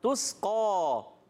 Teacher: تا کو باریک رکھنا ہے سین کو بھی باریک رکھنا ہے